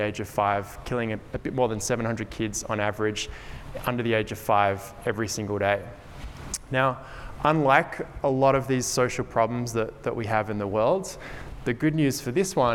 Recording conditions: live audience